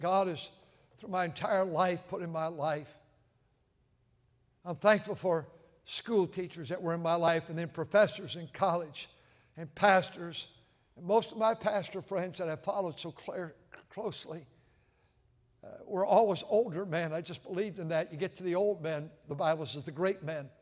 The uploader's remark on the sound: during the Sunday Evening service on December 3, 2023, at North Valley Baptist Church in Santa Clara, California.